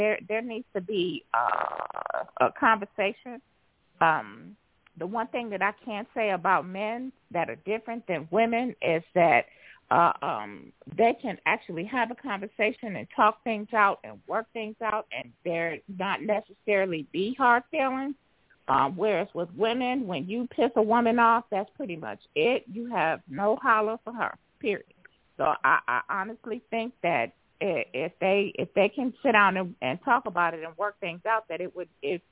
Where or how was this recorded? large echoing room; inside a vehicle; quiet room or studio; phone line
phone line